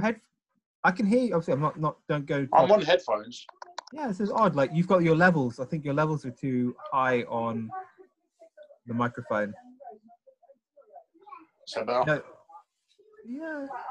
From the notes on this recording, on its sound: jump onto Zoom for a long overdue catchup